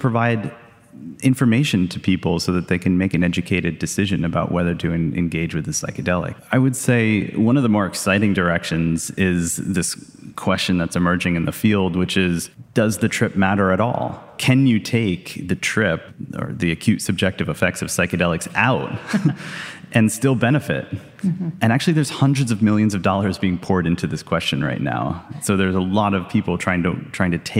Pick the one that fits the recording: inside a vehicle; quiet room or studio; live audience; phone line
live audience